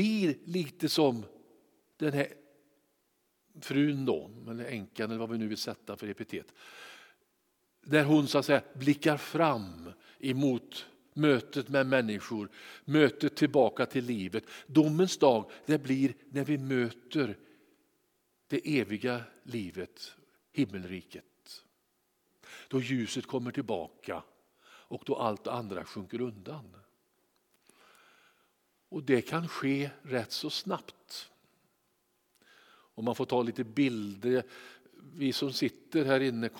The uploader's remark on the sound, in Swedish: Inspelning från Immanuelskyrkan Skövde.